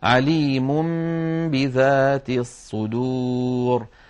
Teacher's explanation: لأن النون من طرف اللسان والباء من الشفتين، فإذا قلب النون التي هي لسانية وفيها غنة إلى حرف شفوي وفيه غنة وهو الميم، فنطق ميما من الشفتين ثم باء من الشفتين بإطباقة واحدة، كان هذا أسهل في النطق · Term: الإقلاب